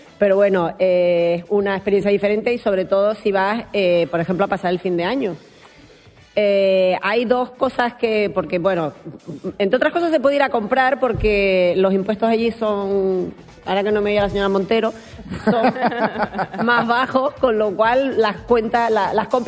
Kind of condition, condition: setting, live audience